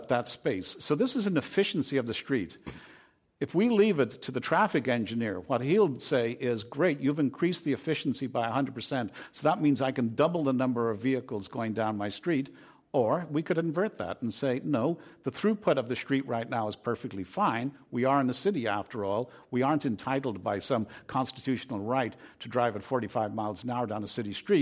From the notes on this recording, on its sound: This program was recorded in front of a live audience at the Commonwealth Club of California on April 12, 2017.